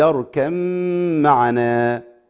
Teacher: اتفق على ادغام الباء في الميم وصلا